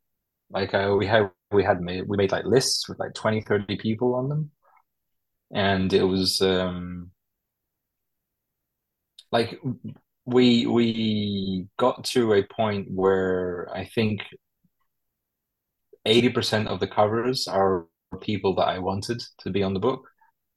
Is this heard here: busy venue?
no